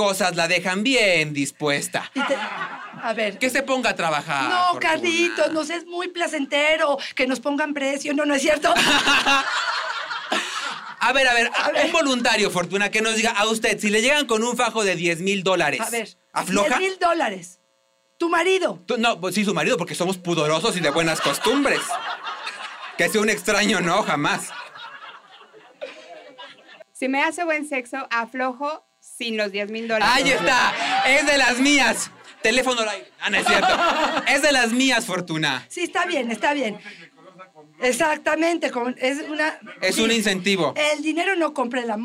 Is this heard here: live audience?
yes